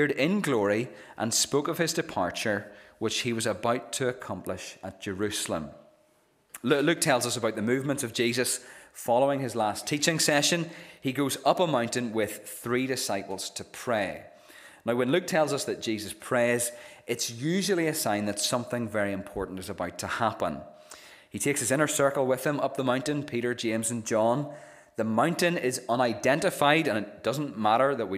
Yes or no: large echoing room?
yes